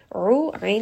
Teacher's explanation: وَدِعُوا give it a little bit of bounce. عُو عَيْن from the middle of the throat